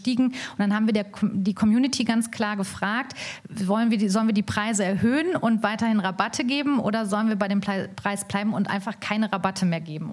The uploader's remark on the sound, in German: Diese Folge des K5 Commerce Cast wurde live auf dem K5 MEETup in Berlin aufgenommen.